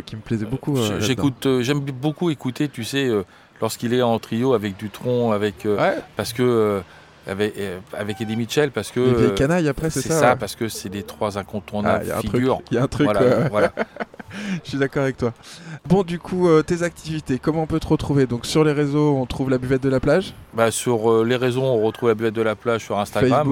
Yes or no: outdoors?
yes